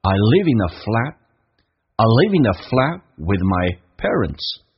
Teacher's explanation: Live 跟 in 跟 a 他们都连在一起叫 living a，红色字体属于非实义词汇，用降调来读变成 I live in a flat with my parents.跟家人一起住在一个公寓里面。I live in a flat with my parents.